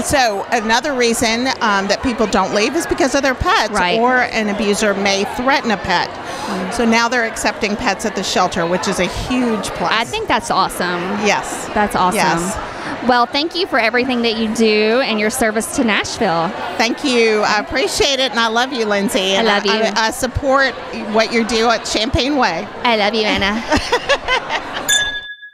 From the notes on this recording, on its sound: Live From The Wine, Women, And Shoes Event. Live coverage of the Wine, Women, & Shoes event in Nashville. Benefiting the YWCA.